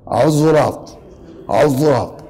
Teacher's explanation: وهناك قراءة بين قد ينطق القراء بين، يقولون بصوت المضارعة، يعني بصوت بين السين وبين الزاي عزراط عزراط، بهذا النطق صوت لا تعرف إن كان صادا أو إن كان زايا أو إن كان سينا، فهذه تسمى المضارعة بين، لكن قراءة الصراط أفصح أفصح.